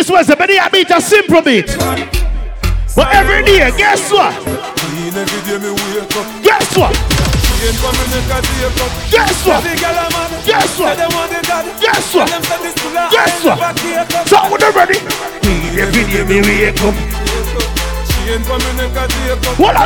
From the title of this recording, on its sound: LIVE AT GALLIS WEDNESDAYS